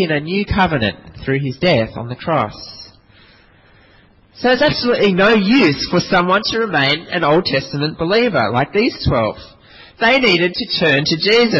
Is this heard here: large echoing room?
yes